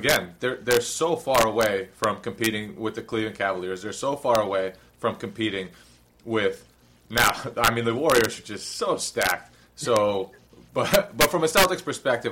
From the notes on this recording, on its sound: Please excuse the audio issues.